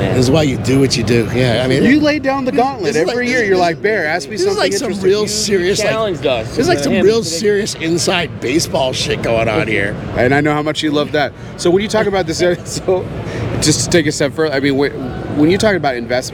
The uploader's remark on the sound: PCA 2023. It was no surprise that the Dunbarton booth was bustling with activity. As he gave us a 36-minute interview at PCA.